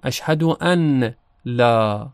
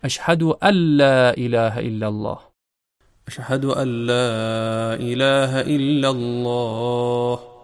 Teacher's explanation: یکی از اونها در اذان و اقامه اشهد الا، اگر ادغام نکنیم اشهد ان لا، اما وقتی ادغام میشه نون در لام ادغام میشه و لام مشدد تلفظ میشه · Shown in: second take